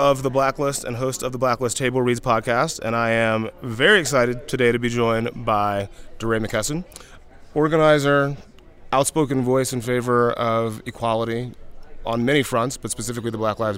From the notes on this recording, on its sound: TAKEOVER is a special series of episodes that puts you on the ground during the Aspen Ideas Festival in Aspen, Colorado.